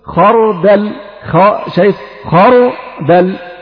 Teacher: هذه راء ساكنة قبلها مفتوح ففخمت